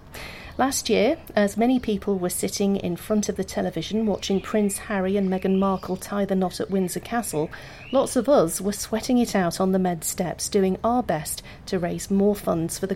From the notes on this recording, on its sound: The challenge sees competitors climb the Med Steps in the Upper Rock Nature Reserve five times either in teams of five as a relay or individually. Last year I had a go and took my microphone along with me, in this podcast episode you can hear how I got on - it was very hard work!! The Med Steps 5 Challenge is organised by the Gibraltar Prison Service. Mixed with Gibraltar atmospheric sounds.